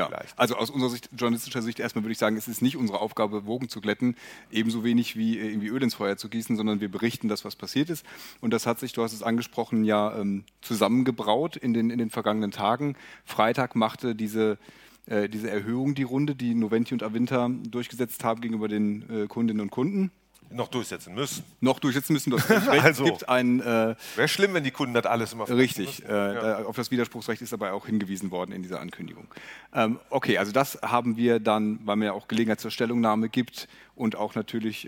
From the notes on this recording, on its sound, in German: senden live von der VISION.A-Bühne in Berlin